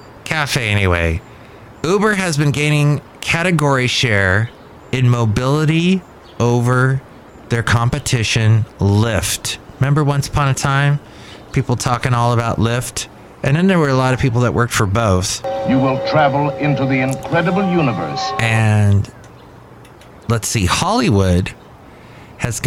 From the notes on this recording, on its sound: podcasts live from Café Anyway